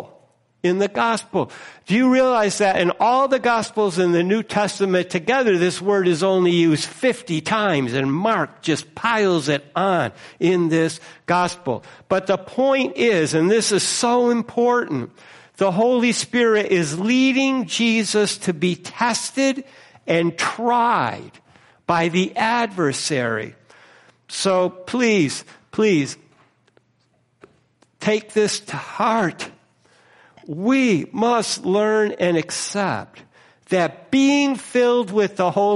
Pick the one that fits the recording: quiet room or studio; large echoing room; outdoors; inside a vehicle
large echoing room